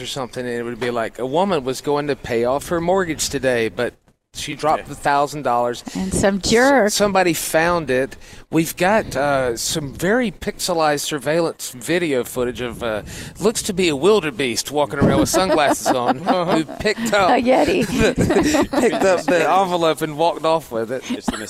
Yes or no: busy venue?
yes